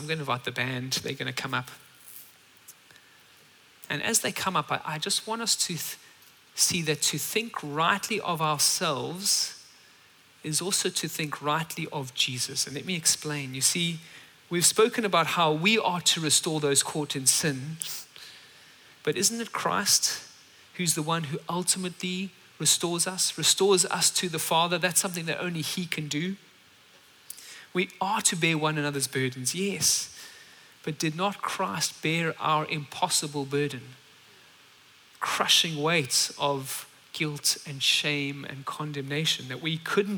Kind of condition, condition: setting, large echoing room